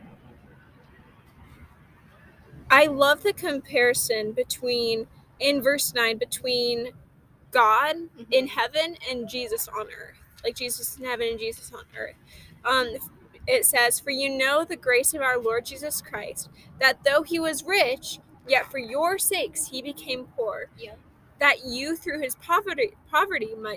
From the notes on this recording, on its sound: Cozy Convos in the Car.